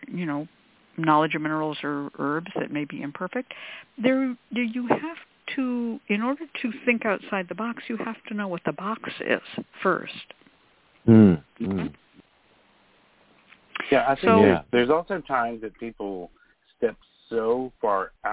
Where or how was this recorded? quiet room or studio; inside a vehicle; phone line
phone line